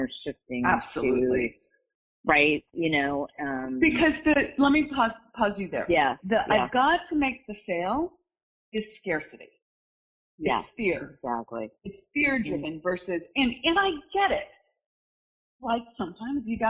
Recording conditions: poor sound quality